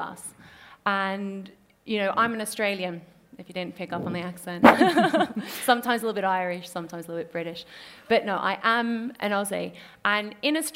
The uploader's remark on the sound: recorded at Selfridges